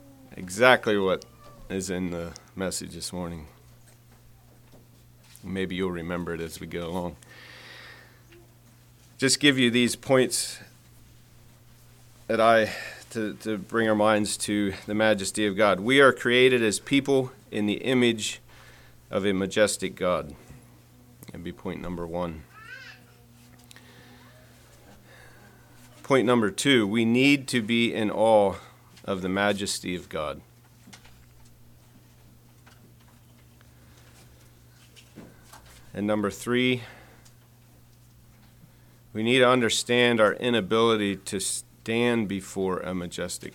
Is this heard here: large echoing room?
yes